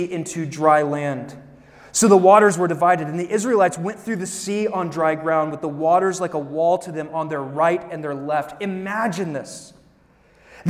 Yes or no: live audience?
yes